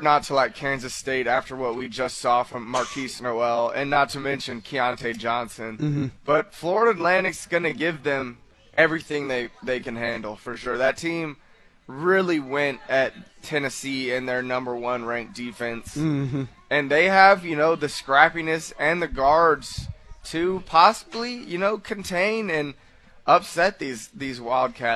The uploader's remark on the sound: live from the House of Cards